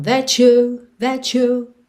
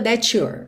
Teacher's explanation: O R tá só prolongando o U. · Shown in: first take · Se você enrolar a língua, that you're, ok? · Term: R britânico